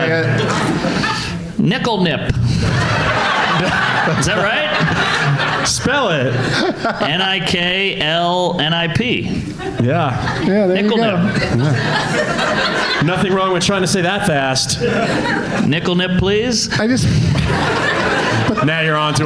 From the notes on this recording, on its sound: Live from Goodnights Comedy Club in Raleigh